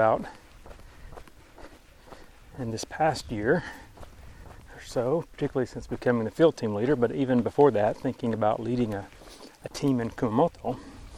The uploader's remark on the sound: I have lots of time to think while walking the dog. Recently I am also carrying a 10kg pack while walking so a recorder was easy to stick on top!